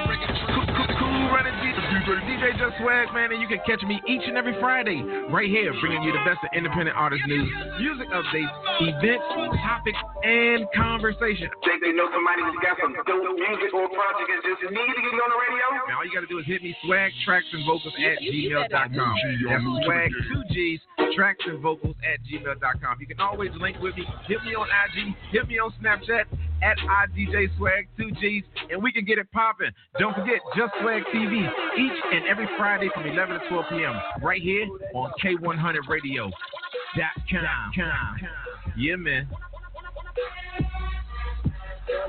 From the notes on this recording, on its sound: K-100 Radio returns to form with the reboot of our live talk segment "Points Of View". This live talk radio show features various subject matters, special guests and also live calls from our listening audience.